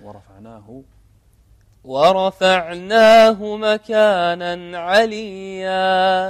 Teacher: حقق الضم ورفعناه، ضم الشفتين